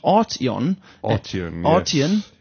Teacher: And the name Arteon, if I can, the emphasis is put on the first syllable